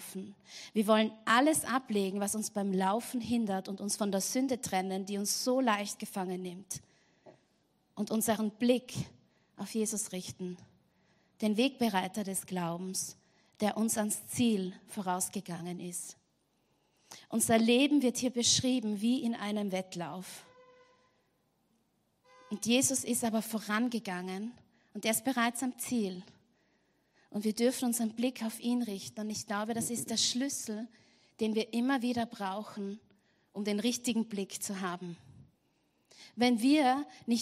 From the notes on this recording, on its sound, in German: Gottesdienst live aus der LIFE Church Wien.